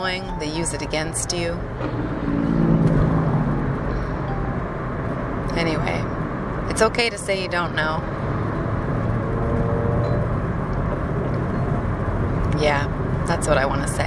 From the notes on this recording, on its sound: Hopefully the road noise isn't too distracting.